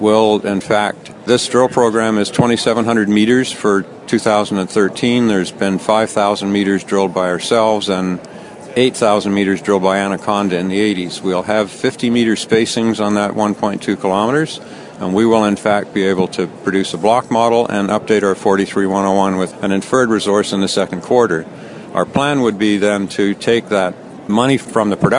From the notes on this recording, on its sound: From the Vancouver Resource Investment conference.